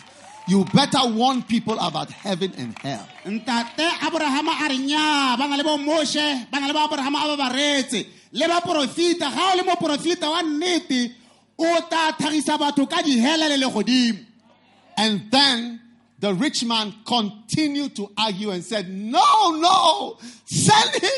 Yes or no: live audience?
yes